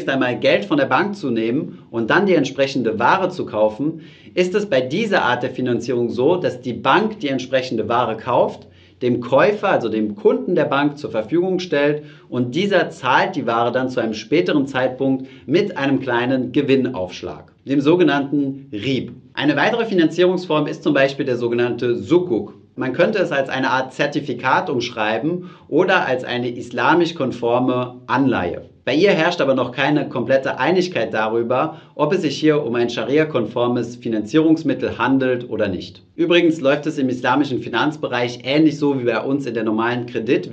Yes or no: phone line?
no